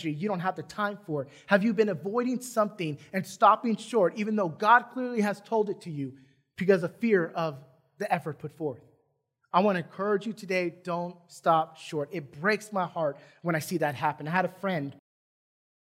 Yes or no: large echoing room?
yes